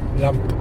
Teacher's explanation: It's yeah, you pronounce like that. You pronounce the P, so it doesn't get confused with lamb, the animal.